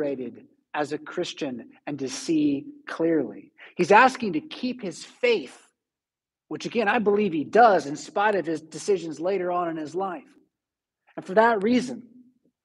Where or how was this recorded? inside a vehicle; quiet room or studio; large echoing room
large echoing room